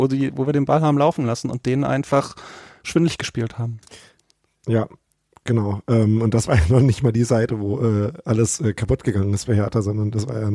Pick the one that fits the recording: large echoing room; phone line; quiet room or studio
quiet room or studio